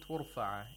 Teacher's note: Ikhfa of Nun Sakina, where we get rid of the place of articulation of Nun, and we approximate the place of articulation of Ta, and we make a nasal sound at the same time